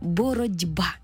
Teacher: В транскрипції буде зі звуком «д», бо глухий звук уподібнився до дзвінкого. Наша «т» стала звуком «д».